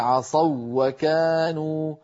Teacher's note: هي واو لينية قبلها مفتوح، لذلك ساغ الإدغام فيها، فنقول عصوا وكانوا، فنشدد الواو الثانية، هذا علامة الإدغام.